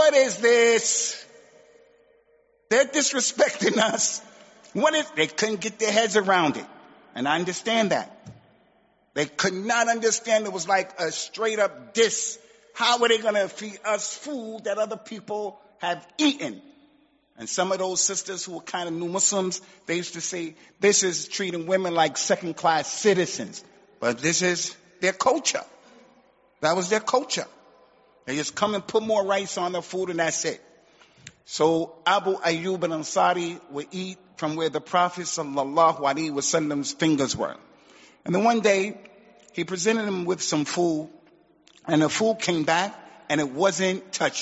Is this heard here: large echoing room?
yes